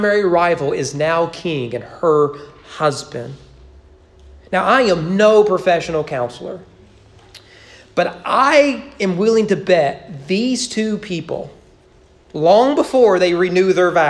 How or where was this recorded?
large echoing room